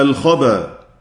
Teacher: هذه همزة مفتوحة قبلها ساكن. سينقل حمزة حركة الهمزة إلى الساكن قبلها ويحذف الهمزة